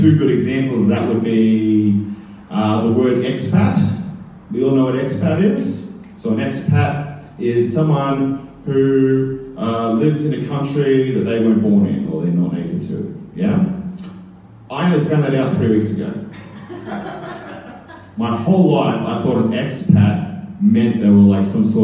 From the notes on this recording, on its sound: Recorded live at BackDock Arts in Brisbane, Australia's Fortitude Valley. The Story Chunder is a live event where storytellers share unbelievably true stories from their lives.